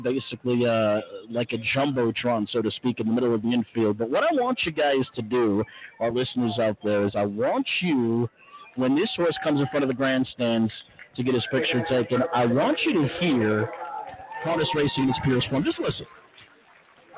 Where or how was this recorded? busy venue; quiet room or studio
busy venue